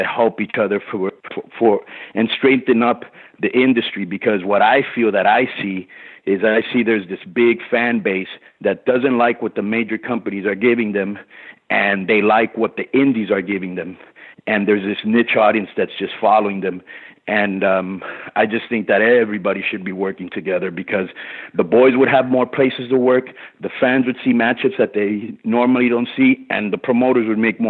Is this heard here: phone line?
yes